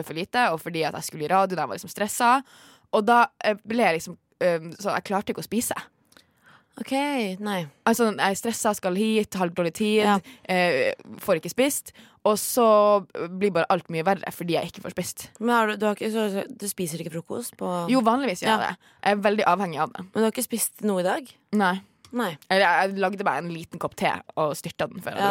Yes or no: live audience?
no